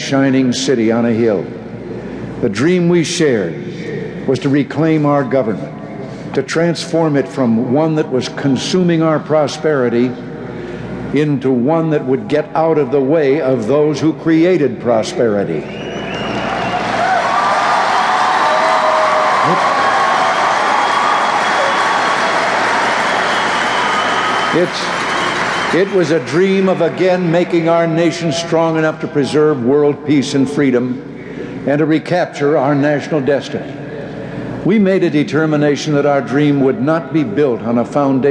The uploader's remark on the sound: Farewell Address at the Republican National Convention. Format: Original Recording.